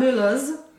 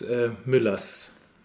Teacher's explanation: We don't have any voiced S at the end of the word. · Shown in: second take